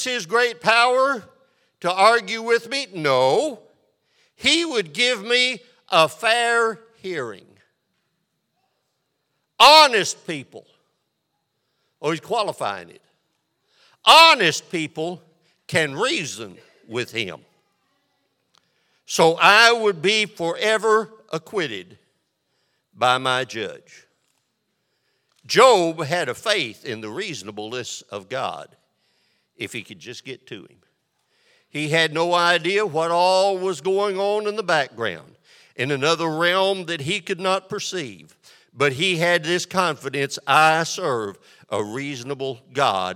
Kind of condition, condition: setting, large echoing room